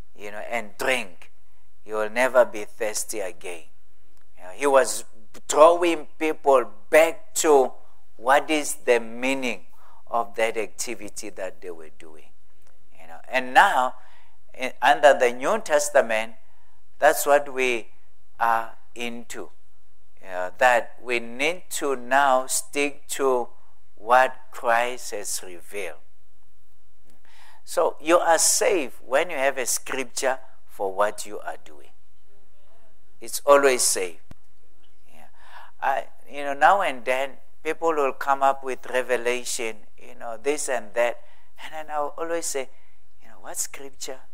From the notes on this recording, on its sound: At God's Tabernacle Christian Family Church's evening service on the 30th of April 2023.